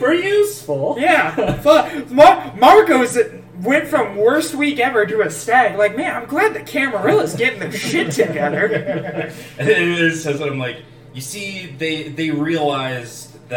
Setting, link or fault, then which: fault, poor microphone